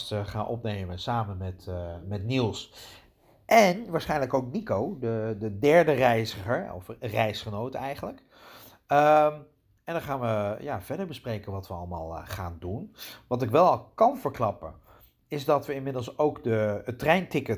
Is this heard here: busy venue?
no